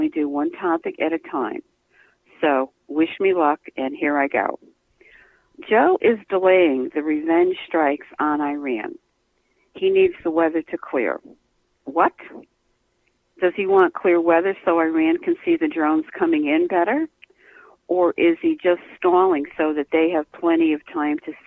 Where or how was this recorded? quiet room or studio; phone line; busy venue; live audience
phone line